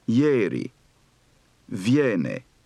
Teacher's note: Unstressed and followed by a vowel, diphthongized.